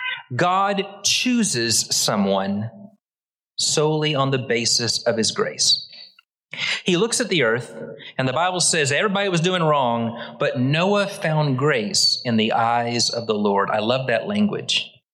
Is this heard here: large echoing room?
yes